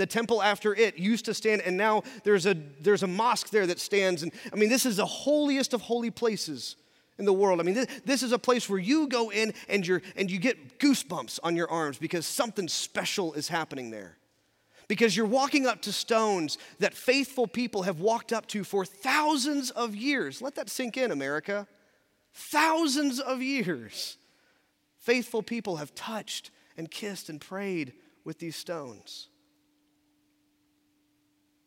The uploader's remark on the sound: in our Traditional service at 10:50 in the Sanctuary